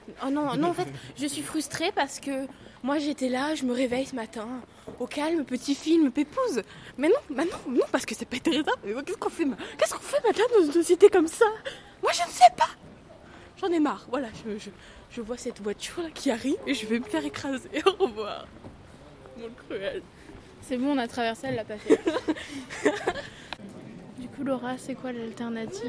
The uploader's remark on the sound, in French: Radio2B s'est déplacée au 28ème festival des premiers films d'Angers. Notre équipe de reporters sur place pour la deuxième journée.